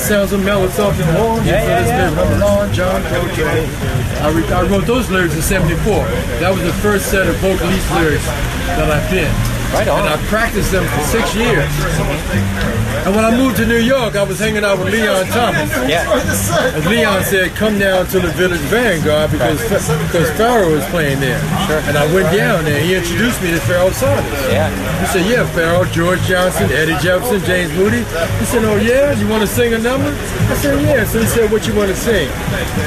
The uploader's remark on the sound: At the culmination of a week-long Kansas City jazz celebration for …. Took a break from his set at the Blue Room off 18 and Vine.